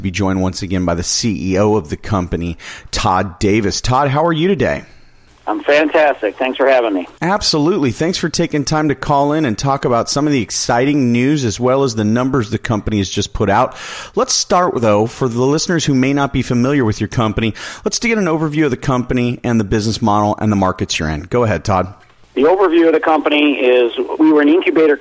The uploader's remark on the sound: called in to SmallCapVoice